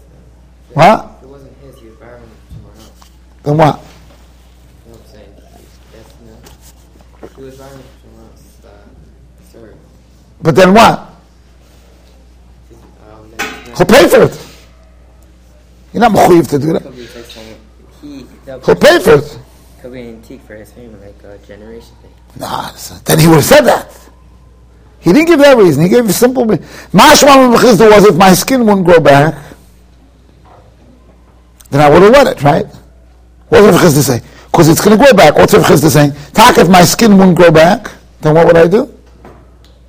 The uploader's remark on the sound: Shiur recorded in Yeshivas Ohr Reuven, Monsey, NY.